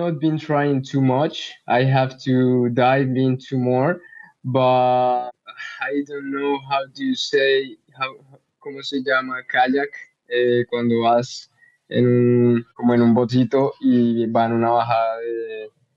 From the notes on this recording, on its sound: This episode of the Web 3 Artist Spotlight was broadcast live via a Twitter Space on Friday, April 7th, 2023.